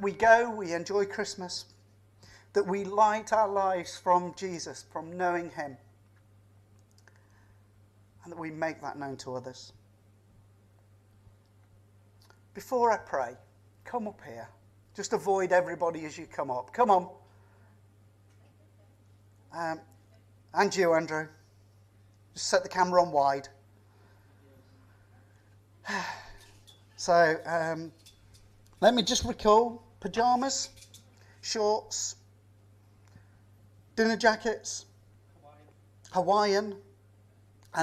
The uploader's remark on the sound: Vine Christmas Day Service Live